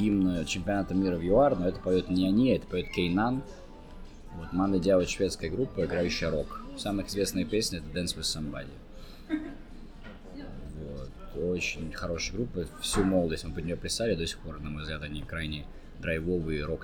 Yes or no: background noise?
yes